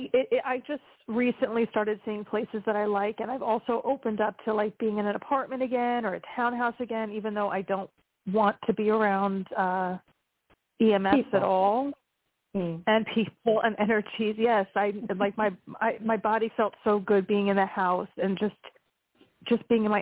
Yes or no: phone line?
yes